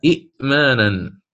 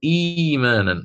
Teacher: إيمانا أصلها إئمانا، فعلت نفس الشيء العرب فأبدلت هذه الهمزة الساكنة، أبدلتها حرف مد مجانس لحركة الهمز المحرك · Shown in: second take · الأولى محركة بالكسر فنسبتها الياء فقالوا إيمانا، هكذا.